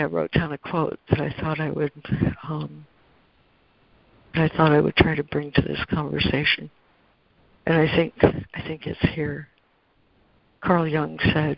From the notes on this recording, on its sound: ACIM Daily Conference Call